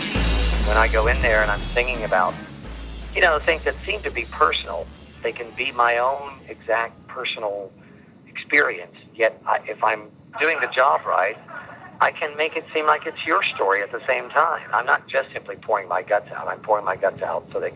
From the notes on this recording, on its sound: by phone in 2002